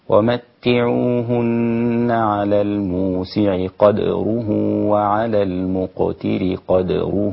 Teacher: الدال هنا ساكنه وليست مفتوحه مثل حفص. كذلك وعلى المقتر قدره في الموضعين سكنها فتصير هكذا ومتعوهن على الموسع قدره وعلى المقتر قدره متاعا بالمعروف حقا على المحسنين. · Term: التسكين